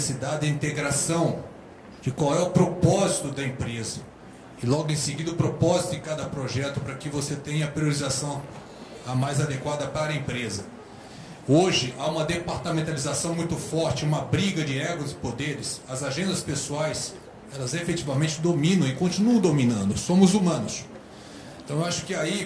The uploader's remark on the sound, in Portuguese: Áudio do vídeo gravado no Seminário HUCMI de Gestão de Mudanças 2019.